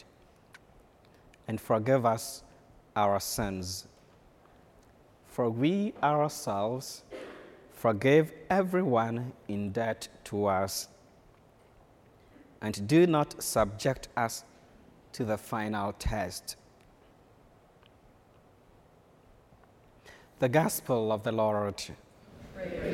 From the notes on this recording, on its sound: School Mass.